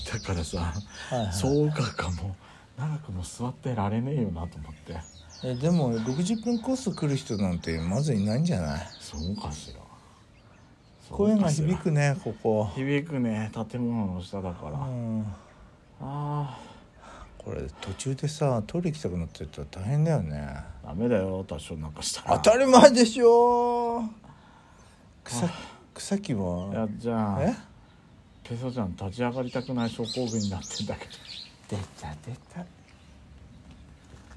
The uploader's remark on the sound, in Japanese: 山登りをしながらの収録も久しぶりですが、周りに人がいないのをいい事にいつものエクストラより声大きめで話せてます(^-^)v 自由です。ハイキング…というより、ちょっとした山登り。ロケ収録。